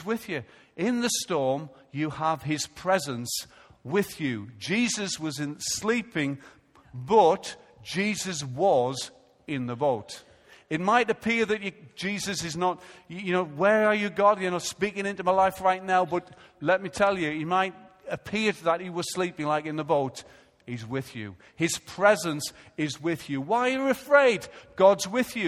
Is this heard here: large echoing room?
yes